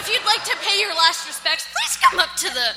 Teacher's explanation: I have vocal fry. My voice cracks a lot.